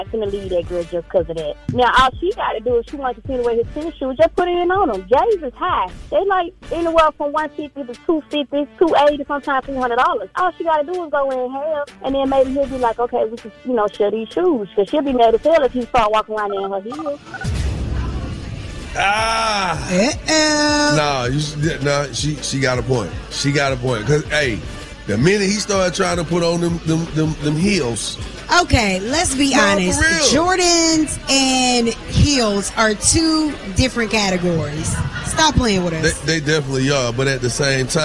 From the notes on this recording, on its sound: went live from the Breakfast Boys in Atlanta!